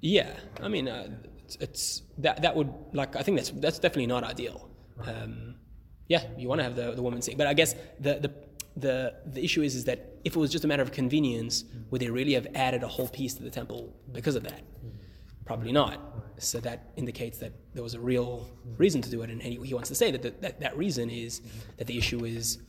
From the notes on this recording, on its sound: Recorded live at The Torah Center ATL